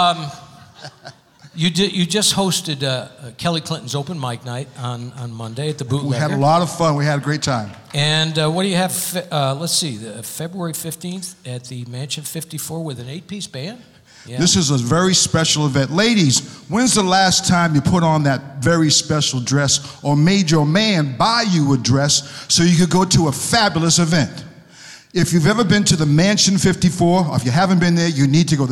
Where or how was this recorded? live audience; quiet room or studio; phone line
live audience